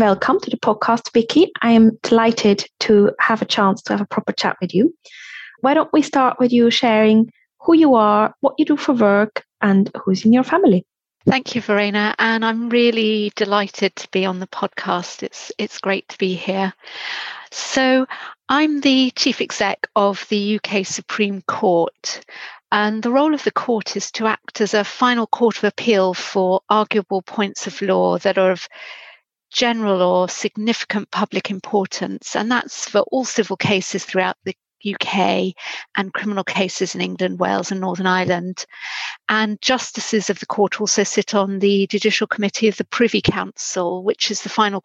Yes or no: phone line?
no